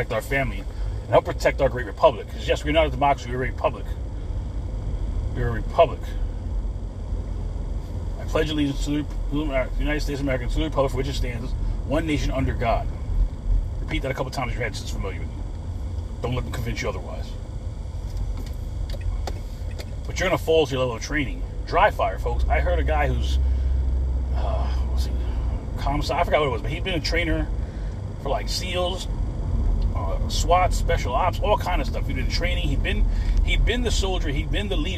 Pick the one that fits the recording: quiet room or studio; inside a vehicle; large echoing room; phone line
inside a vehicle